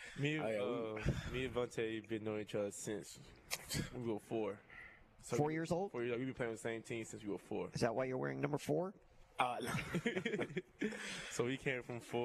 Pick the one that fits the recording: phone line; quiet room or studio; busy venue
busy venue